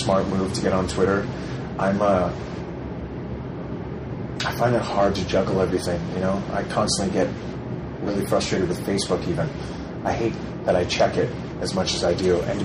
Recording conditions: background noise